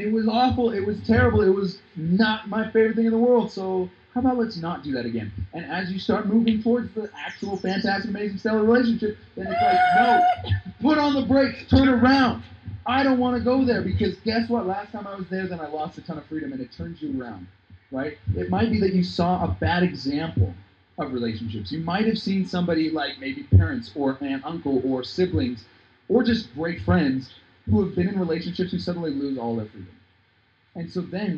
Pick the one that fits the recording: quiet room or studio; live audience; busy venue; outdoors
outdoors